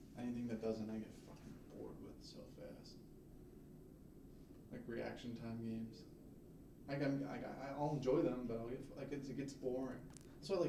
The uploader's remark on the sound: there was a mic malfunction in the recording